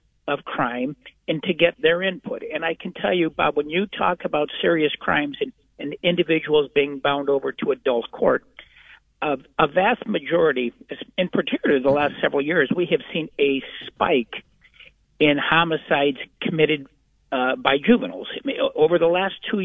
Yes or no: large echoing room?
no